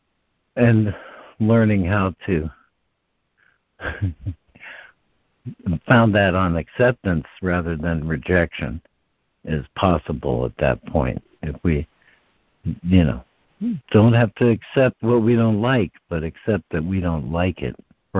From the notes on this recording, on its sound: ACIM Daily Conference Call